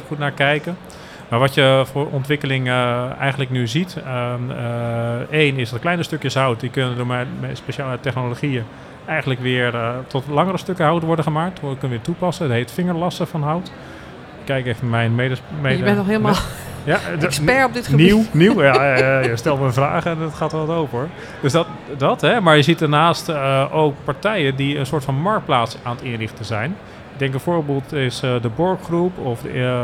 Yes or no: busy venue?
yes